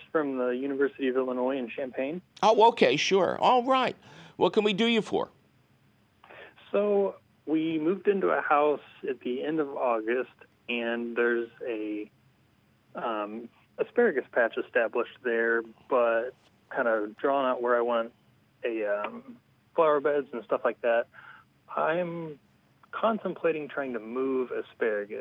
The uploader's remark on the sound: your fabulous phone calls!